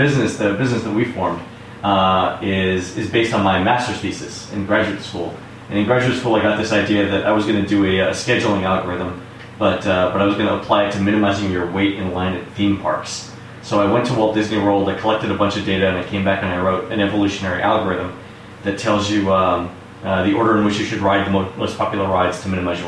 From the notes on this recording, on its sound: The echo-ey effect. I literally just clipped out a few of the most egregious points where we were talking over one another and ran the dynamic range compressor a couple of times. I did experiment a bit with noise removal, but the distortion was distracting, so I quit playing with it.